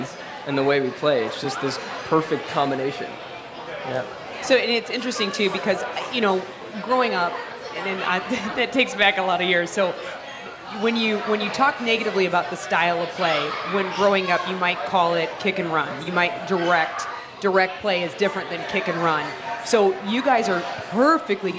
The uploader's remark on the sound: It’s the Michelob Ultra CITY Caravan! Live from Hot Shots in Arnold, MO.